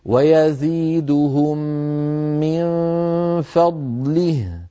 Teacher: بضاد واضحة ساكنة ليس لها توابع ولا من مكسورة كسرا كاملا وهاء ساكنة رخوة